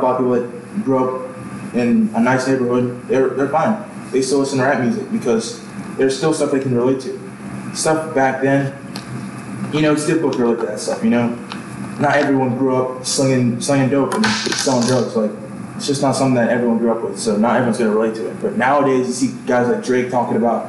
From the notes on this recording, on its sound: Bad Audio. Ironically with less than studio quality audio.